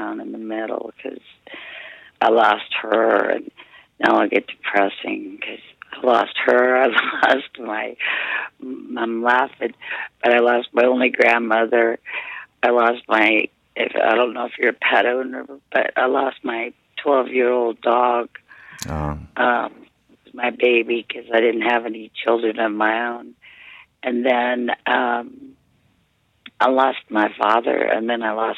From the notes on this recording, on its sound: Our first ever call-in episode